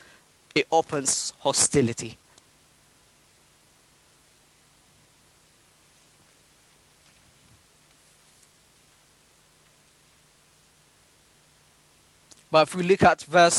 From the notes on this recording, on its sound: this is audio of the sermon taken from the live stream of this meeting.